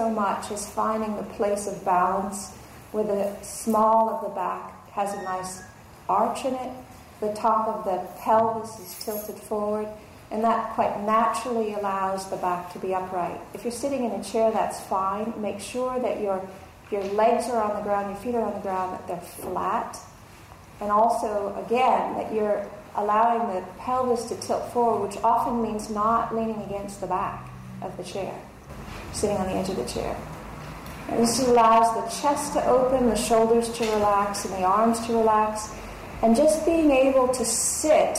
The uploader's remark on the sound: Audio Recording from talk at Dharma Punx, LA. Audio Recording from talk at Dharma Punx, LA.